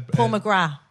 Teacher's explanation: we don't pronounce the TH